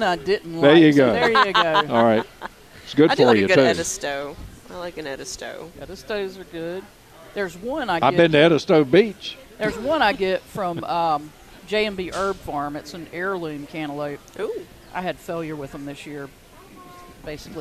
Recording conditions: busy venue